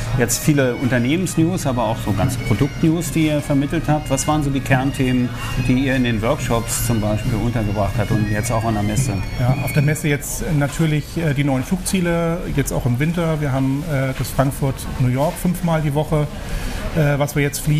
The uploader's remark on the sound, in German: Condor auf den Counterdays live Mallorca 2021. Die Live Counter Days auf Mallorca 2021. Oktober fand eines der ersten großen touristischen Live-Events statt.